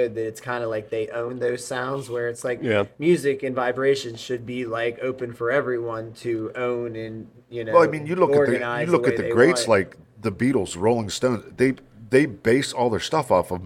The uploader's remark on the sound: TST On Tour 3: Beef's Bar